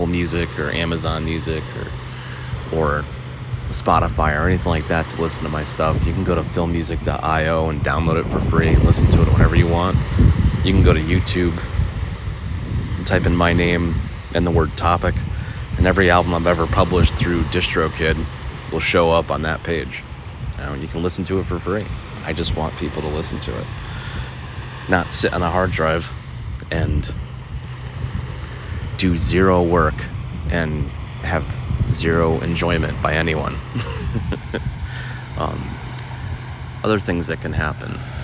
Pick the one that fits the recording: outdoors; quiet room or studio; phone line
outdoors